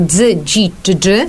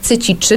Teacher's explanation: to są głoski dźwięczne, takie jak dzy, dzi, czy dży i bezdźwięczne jak cy, ci, czy, czyli ich odpowiedniki · Term: głosek zwartotrących